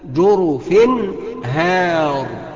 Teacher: نطقت التنوين محقق وواضح وصريح، ونطقت الهاء برضو من مخرجها واضحه وباينه بدون اخفاء او اضغام · Term: الإظهار